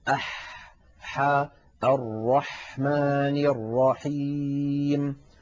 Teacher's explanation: والحاء مستفلة ليست مستعلية فلا تفخيم فيها، وهي أيضا منفتحة لا إطباق فيها، وليس لها حظ من الصفات التي لا ضد لها.